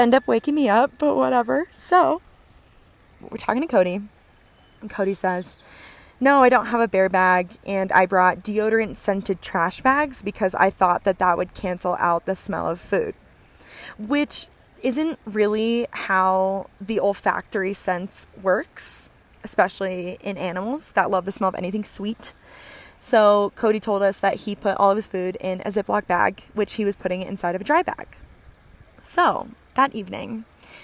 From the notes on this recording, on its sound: Episode 8 has arrived live from the Colorado Trail!